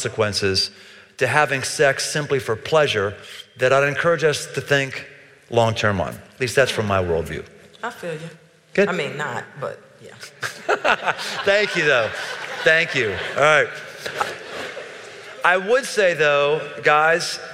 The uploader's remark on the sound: Crowd Q&A — Live in Cincinnati. Recorded in 2019, near the campus of the University of Cincinnati.